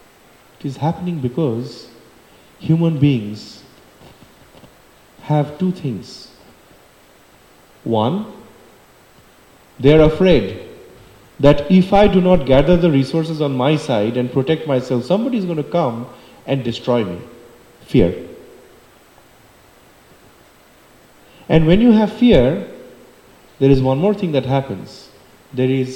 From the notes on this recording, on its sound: For the Sunday Feast Lecture given on February 25, 2024 at the Hare Krishna Temple in Alachua, Florida. For the Sunday Feast Lecture given on February 25, 2024 at the Hare Krishna Temple in Alachua, Florida.